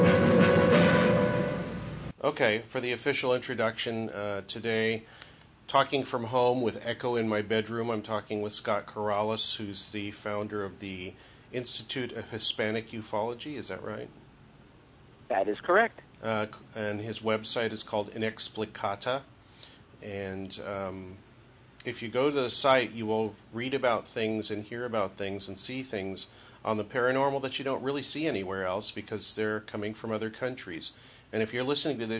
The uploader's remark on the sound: We recorded this show as a phone call on August 8th.